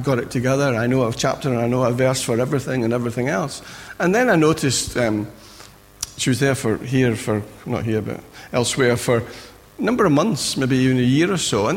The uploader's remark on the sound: Recorded at freedomcentre church, Preston on Sunday 2nd April 2017